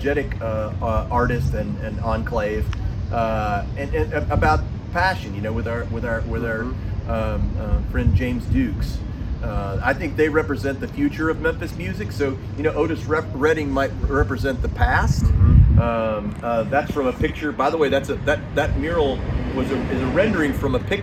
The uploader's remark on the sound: Exclusive, on-location StoryBoard 30 episode that includes the full press conference held on the north steps of the Mid-South Coliseum.